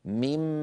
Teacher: كان النطق من مال بنون ساكنة، الآن بعد الإدغام صار ميمال، لأن النون الأولى النون تحولت إلى ميم ساكنة، النون الساكنة إلى ميم ساكنة، وأدغمنا الميم في الميم فصارت ميما مشددة، ونحن نعلم بأن الميم المشددة بحاجة إلى غنة أكمل ما تكون، عملا بقول إمامنا الجزري لما قال وأظهر الغنة من نون ومن ميم إذا ما شددا، وأظهر الغنة من نون ومن ميم إذا ما شددا.